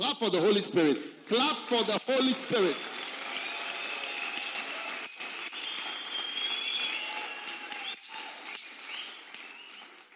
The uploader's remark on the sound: Preached at a Healing Jesus Pastors' conference in Francistown, Botswana